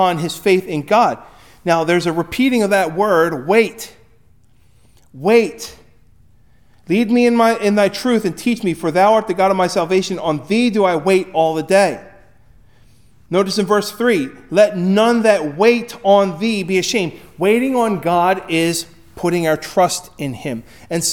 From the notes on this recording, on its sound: Recorded at Hudson UMC on February 18, 2024